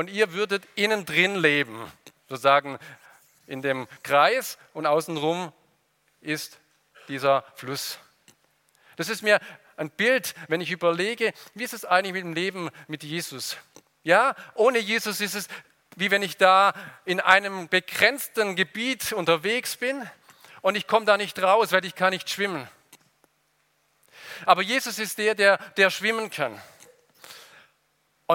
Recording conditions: large echoing room